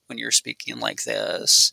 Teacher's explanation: vocal quality features like vocal fry or creaky voice